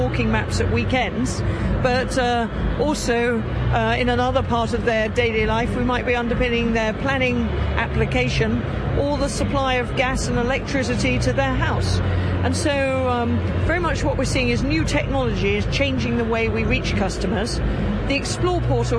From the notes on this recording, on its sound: Lets get out and about in this podcast recorded at this year's Outdoors Show at the NEC.